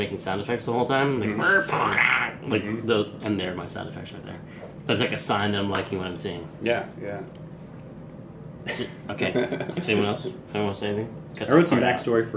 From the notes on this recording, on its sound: Still only have the one mic though.